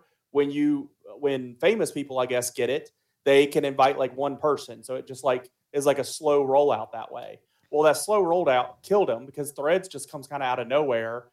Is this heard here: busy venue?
no